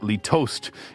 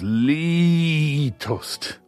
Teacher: the first syllable is long and stressed. · Shown in: second take